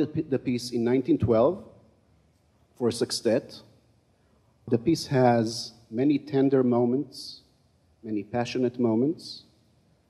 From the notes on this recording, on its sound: Francis Auditorium, Mary Baldwin University, Staunton, VA. Heifetz Institute Recording.